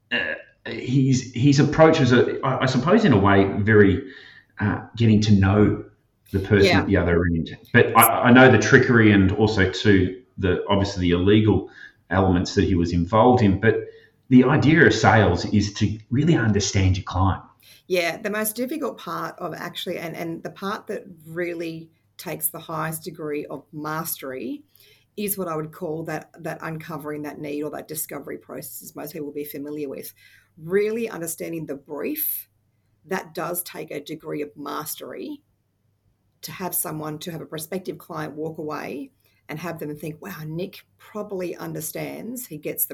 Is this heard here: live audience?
no